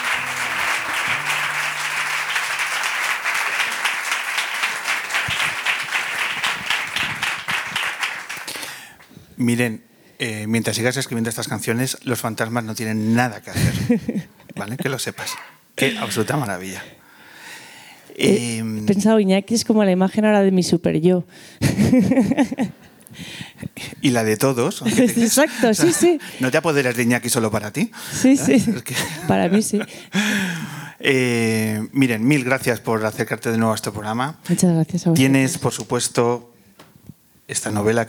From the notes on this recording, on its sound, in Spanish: el público que ha llenado hasta el último de los huecos el espacio del Ámbito Cultural de Callao donde hemos grabado una programa sumamente especial